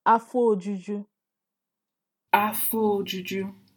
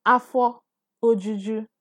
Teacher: No, you see, the vowel elision is happening here. Yeah, so the O of the Afo is swallowed. · Shown in: first take · So you're pronouncing, you're just merging it to the next word, which is Ojuju.